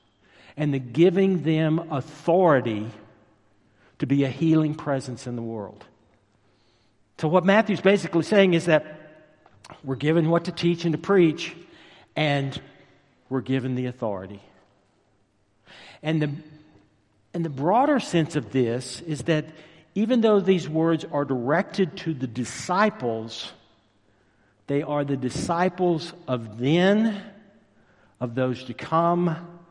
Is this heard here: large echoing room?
yes